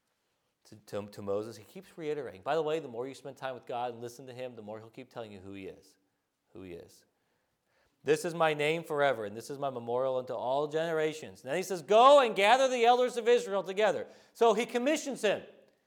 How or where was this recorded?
large echoing room